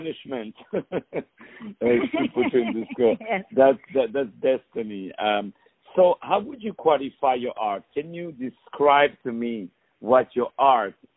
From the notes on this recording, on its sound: On the phone